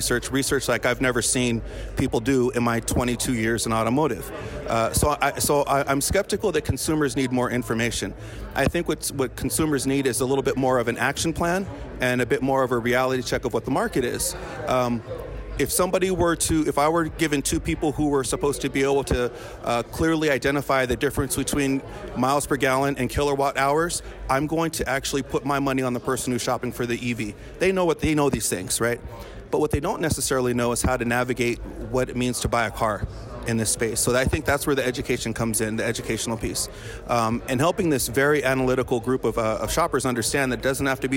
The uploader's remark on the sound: This episode was recorded on-site during Used Car Week 2023